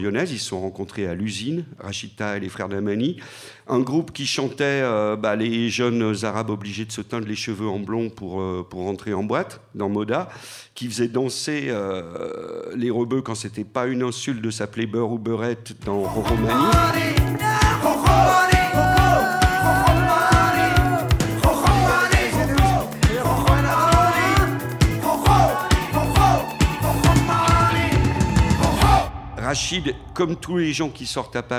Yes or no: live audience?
yes